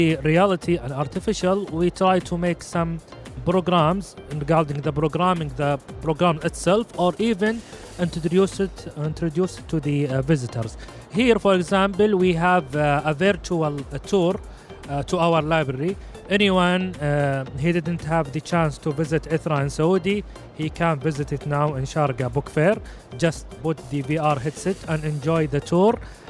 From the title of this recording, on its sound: Live at SIBF 2023